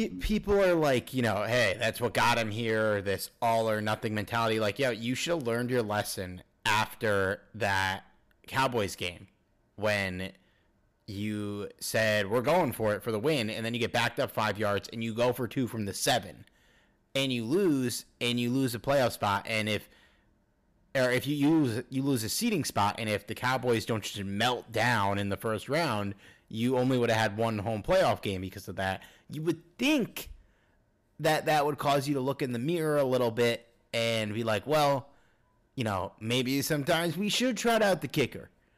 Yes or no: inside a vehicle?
no